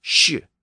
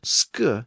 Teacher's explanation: The SK sound, sk, had shifted to this SH sound, sh.